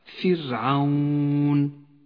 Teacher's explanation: فرعون إذا سكنت الراء وكسر ما قبلها كانت راء مرققة